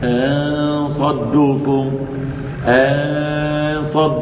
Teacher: اللسان لا يتحرك، أنصدوكم، أنصدوكم، وتغير المخرج، فإنه قبل الإخفاء كانت النون من طرف اللسان أن، وعندما خفيت نقل المخرج إلى الخيشوم فأصبحت غنة، أصبحت غنة، فتغير مكان المخرج من مكان النون إلى الخيشوم مكان الغنة.